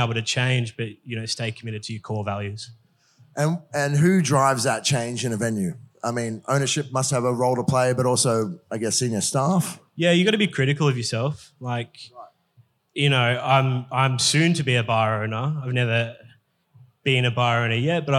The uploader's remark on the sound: This episode is a recording of an interesting one on one chat I had up in Brisbane last month for Paramount Liquor’s Future Proof event